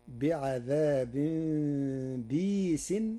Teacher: قرأ ورش كلمة بئيس بكسر الباء بعدها ياء ساكنة مدية بغير همز، فتصير بعذاب بيس، وهي إحدى لغات العرب.